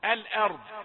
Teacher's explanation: الهمزة رقيقة، لا توجد همزة مفخمة